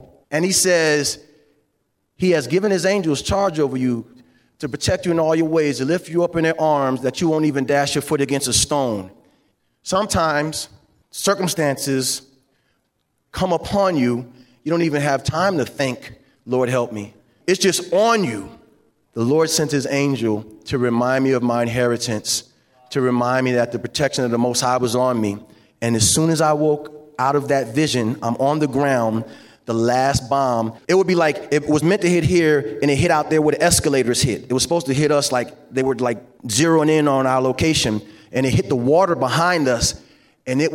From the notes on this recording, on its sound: On this very special episode, you'll get to hear the keynote speaker from the FCA Bowl Breakfast.